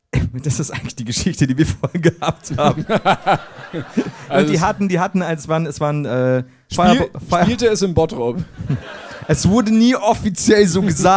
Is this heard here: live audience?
yes